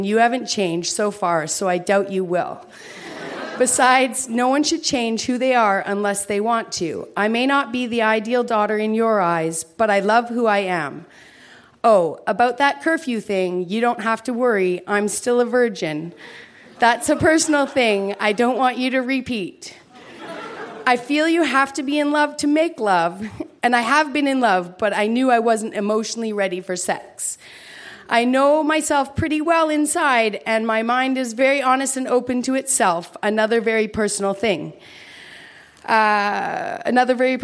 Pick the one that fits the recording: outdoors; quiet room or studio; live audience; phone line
live audience